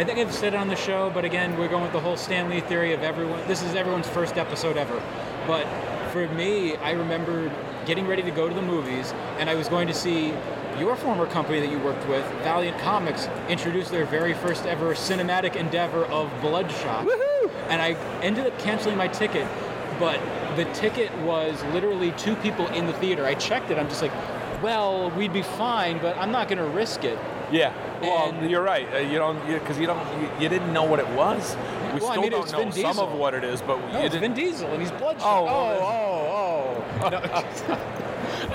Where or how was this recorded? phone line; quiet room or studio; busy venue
busy venue